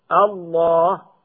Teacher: ثم فخمت اللام للتعظيم بعد الفتح والضم دون الكسر